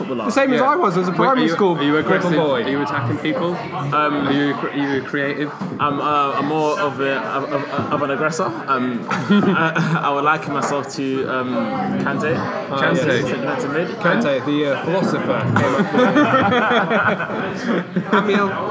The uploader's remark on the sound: Sorry about the sound quality in the pub.